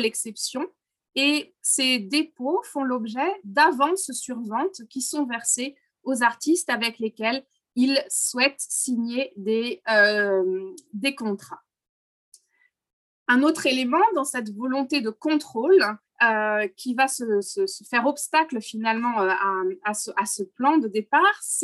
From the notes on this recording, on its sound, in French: Enregistré sur Zoom.